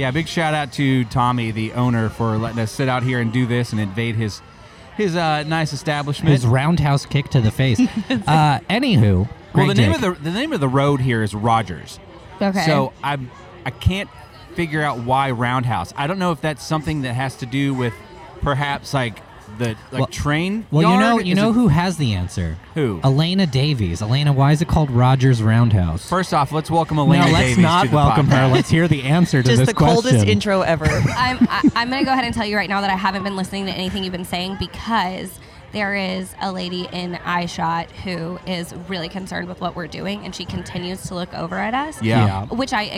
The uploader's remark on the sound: The team decided to hit up a local restaurant/bar in Fort Worth called Rogers Roundhouse and things took a hard left as soon as the mics were turned on.